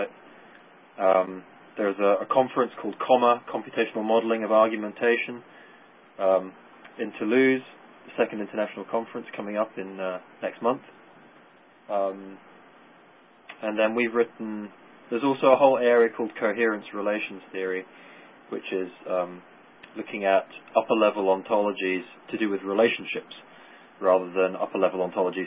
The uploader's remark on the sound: Was featured both as an augmented conference call and simultaneously on NASA's "SecondLife: Explorer Island" virtual world settings.